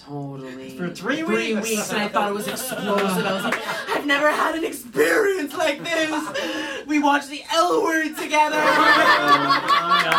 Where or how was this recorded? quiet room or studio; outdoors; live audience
live audience